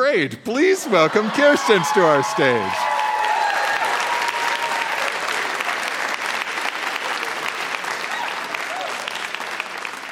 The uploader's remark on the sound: Recorded live at the Arden Theatre in St.